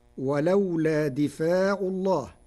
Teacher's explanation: قرأ ورش كلمة دفع بكسر الدال وفتح الفاء وألف بعدها، فتصير ولولا دفاع الله على أنه مصدر دفع، نحو كتب كتابا، ويجوز أن يكون مصدر دافع كقاتل قتالا.